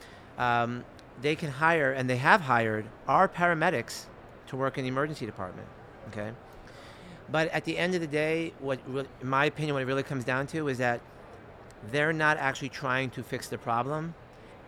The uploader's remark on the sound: Live From Expo 2023